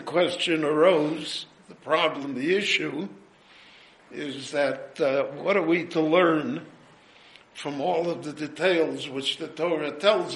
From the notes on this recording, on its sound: His lecture was recorded live at Beit Knesset HaNassi in Jerusalem.